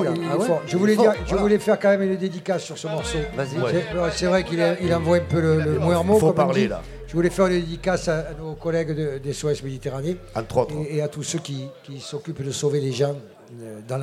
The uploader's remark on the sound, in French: 2h en direct des Grandes Tables.